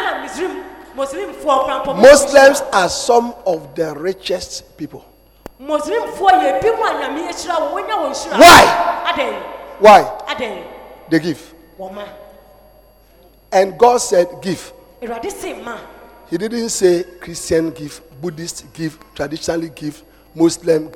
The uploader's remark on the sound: Preached at Anagkazo Assemblies Cathedral